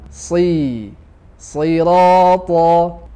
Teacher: Sad is actually the heavy version of sin, just that it is pronounced heavy by raising the back of the tongue.